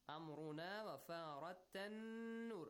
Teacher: Extend the sound of noon for 2 counts.